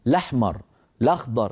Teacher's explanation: يحذفون الهمزة من أولها لأن هذا أسهل